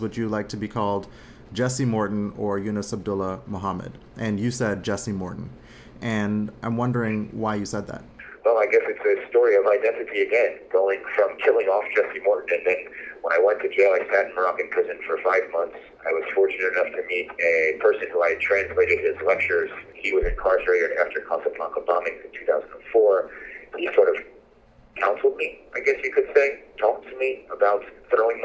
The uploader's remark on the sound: He joined me by phone from Jordan.